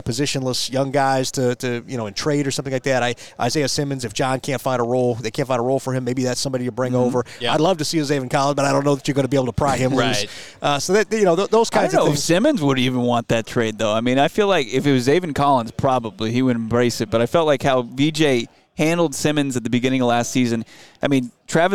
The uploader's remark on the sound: LIVE from the NFL Scouting Combine